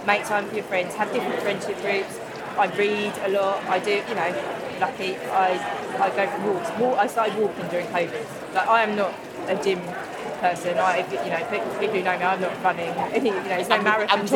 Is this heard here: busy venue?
yes